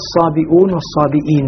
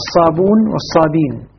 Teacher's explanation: هنا لا يهمز هنا نافع دون غيره فلذلك يقرأه بدون همز · Shown in: second take